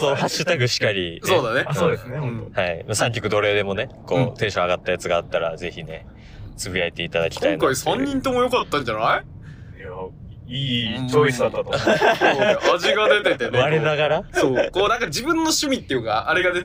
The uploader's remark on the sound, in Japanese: 車内での収録につき、音声が悪めです。今回はホドガヤを飛び出し車内で収録！